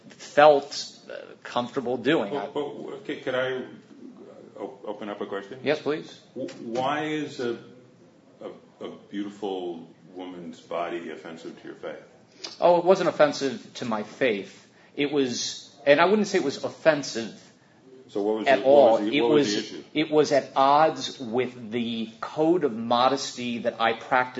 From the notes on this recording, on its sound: Exploring Heroes & Faith at Stan Lee's Comikaze Convention. A panel he was part of at Stan Lee's Comikaze Convention in Hollywood, LA.